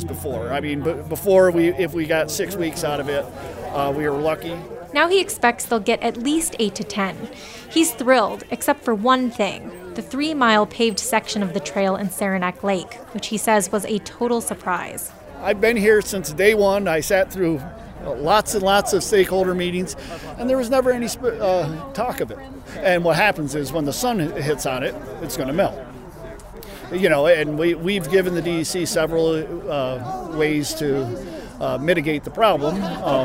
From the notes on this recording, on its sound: reports from Friday's celebratory press conference in Saranac Lake